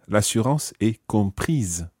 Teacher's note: the E goes on to the end of the word compris, and that makes you sound the S